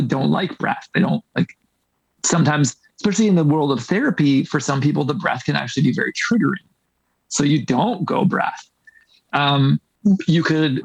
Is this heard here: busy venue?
no